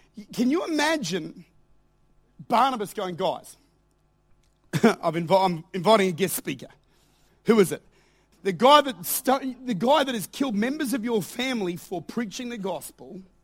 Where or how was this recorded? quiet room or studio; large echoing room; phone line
large echoing room